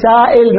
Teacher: وان كانت مكسورة فبينها وبين الياء نحو سائل، نقول سائل بين الياء والهمزة، هذا قلبناها سائل، قلبناها ياء، هسه ما صارت بعد همزة.